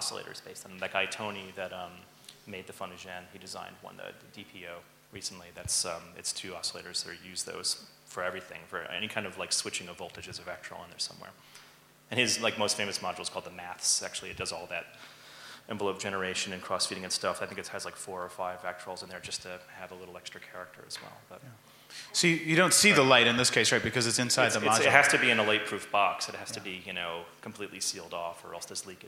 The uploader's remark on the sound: A Conversation at MusicMakers Hacklab. At CTM Festival, Berlin, January 2013. Part of the MusicMakers Hacklab curated by CDM.